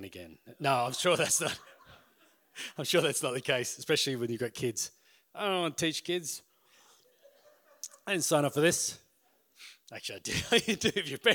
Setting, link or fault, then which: setting, live audience